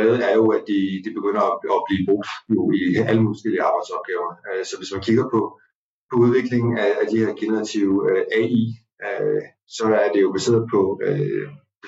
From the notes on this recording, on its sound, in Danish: Psst, der har været en lille drillenisse på spil, som har skruet på knapperne. Det betyder, at lyden er lidt mere sprød, end vi egentlig gerne ville have den.